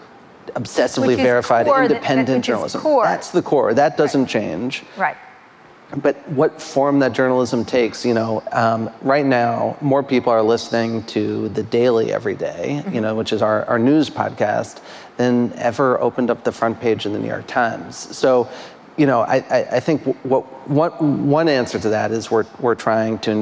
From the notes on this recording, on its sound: In front of a live audience at a Columbia University event in New York City.